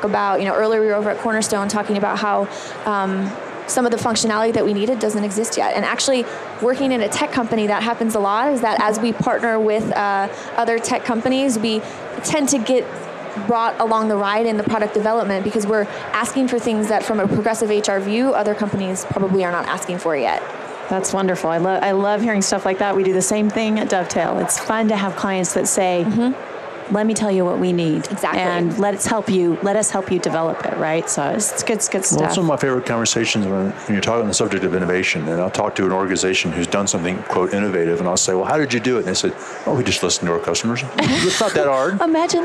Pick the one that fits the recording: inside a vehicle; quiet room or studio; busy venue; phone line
busy venue